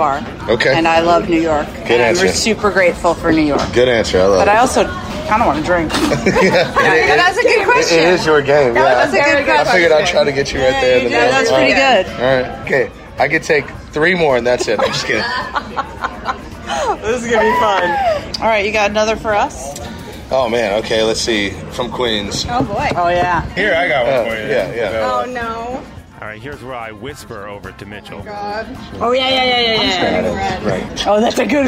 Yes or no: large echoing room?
no